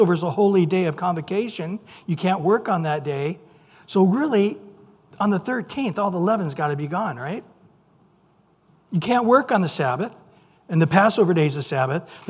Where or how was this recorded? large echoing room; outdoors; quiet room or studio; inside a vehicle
large echoing room